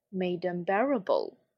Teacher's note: Made 尾音的 d 和后面的 unbearable 可以连读